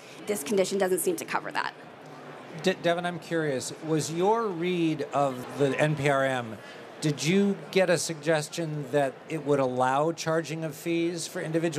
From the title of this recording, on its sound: Live at HIMSS 2023